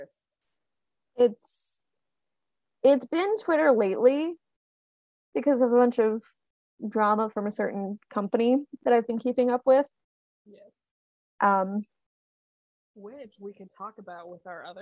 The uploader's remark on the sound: Recorded this using Zoom again, so audio may not be of the best quality, but they assure you it was the best option they could find for free.